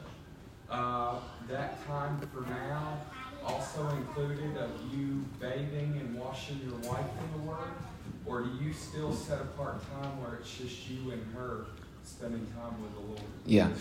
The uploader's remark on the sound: The second session of a four-part series delivered at Grace Bible Church of Conway in December of 2021.